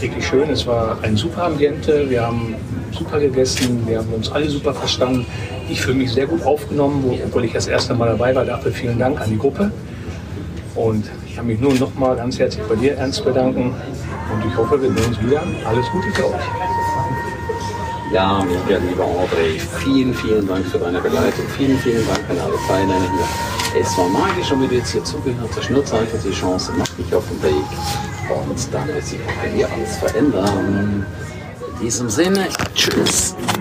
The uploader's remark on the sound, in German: Live von der 2ten One Million Mastermind